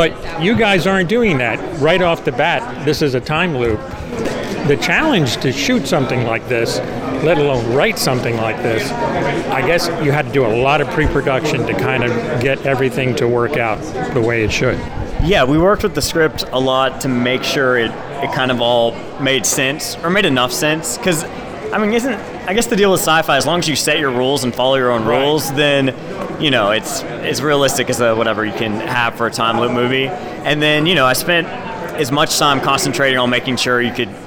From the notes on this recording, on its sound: Here is a red carpet that I covered at the Tribeca Festival for short sci-fi films called Into The Void.